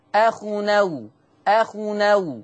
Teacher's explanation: هننقل فتحة الهمزة إلى التنوين